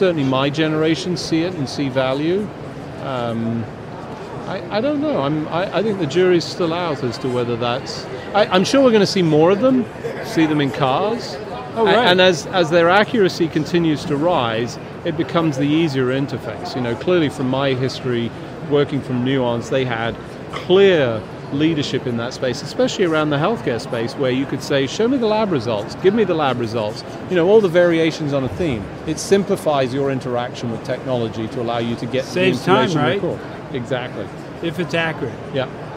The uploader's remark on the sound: LIVE from #HiMSS17